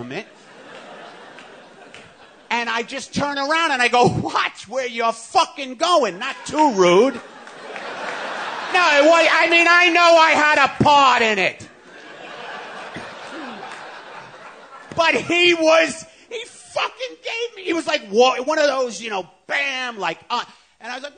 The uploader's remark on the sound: WTF hits the Pacific Northwest with a live show at Bumbershoot, the annual music and arts festival in Seattle.